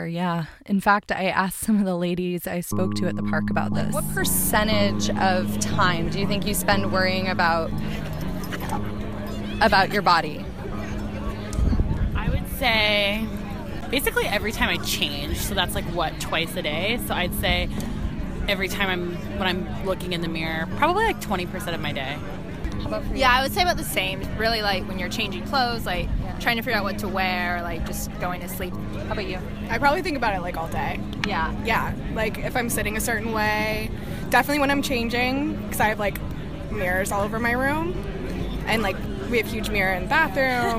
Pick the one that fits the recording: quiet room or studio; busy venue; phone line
busy venue